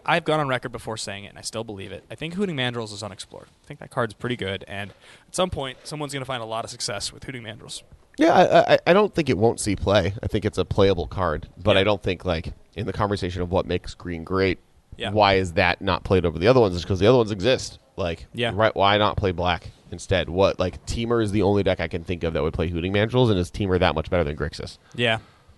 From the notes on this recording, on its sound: “Live” From the Dallas Toy Fair